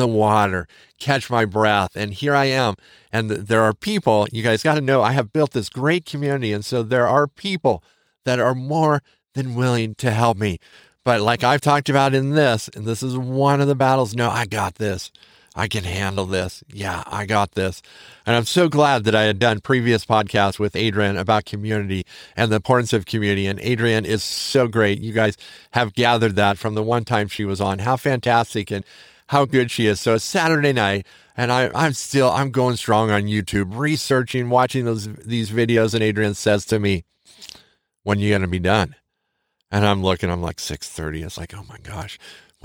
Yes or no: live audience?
no